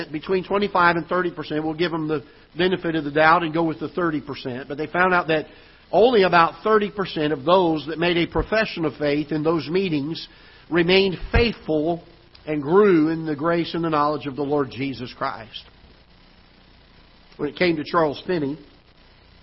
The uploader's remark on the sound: Ketha Heights Baptist Church ~ Live Broadcast